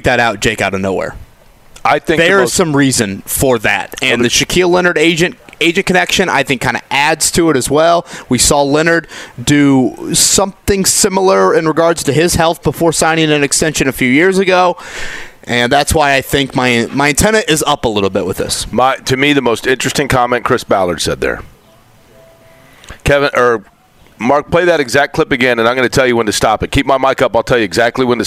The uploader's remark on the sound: Join us at Colts Camp. Joins us at Colts camp.